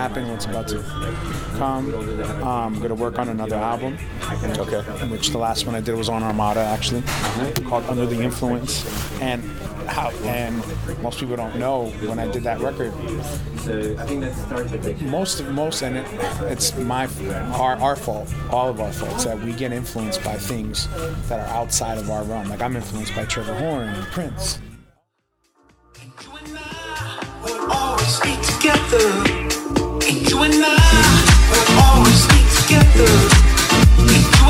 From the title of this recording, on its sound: LIVE at ADE